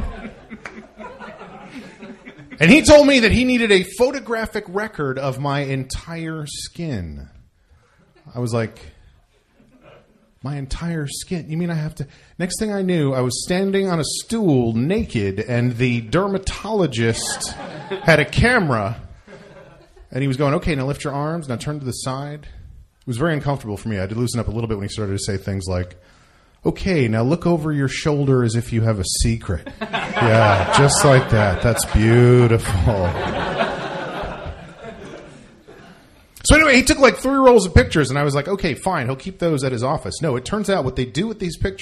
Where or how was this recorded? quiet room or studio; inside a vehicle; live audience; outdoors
live audience